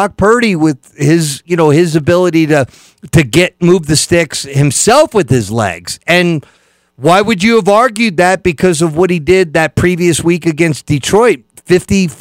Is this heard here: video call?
no